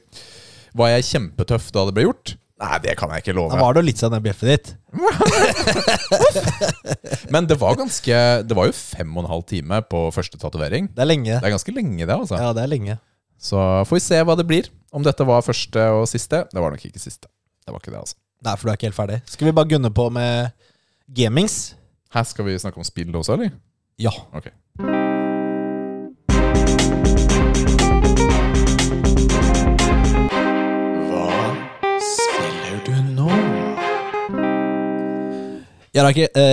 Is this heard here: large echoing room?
no